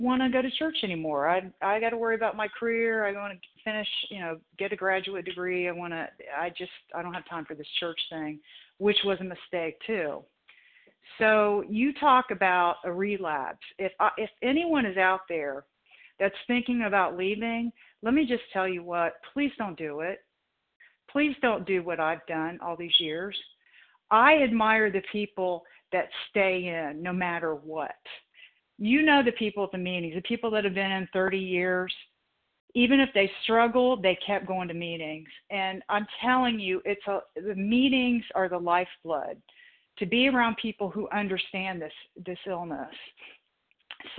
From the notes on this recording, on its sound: the 100 Pounders Phone Meeting